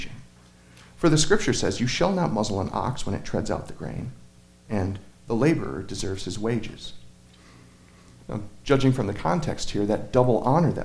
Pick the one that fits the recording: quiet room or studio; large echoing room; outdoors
large echoing room